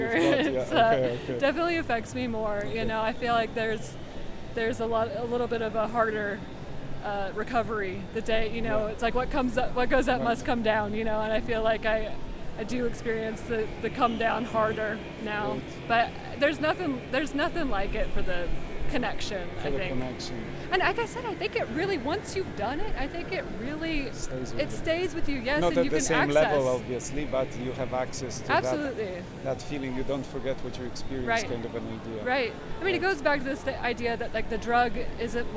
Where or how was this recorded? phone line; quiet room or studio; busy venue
busy venue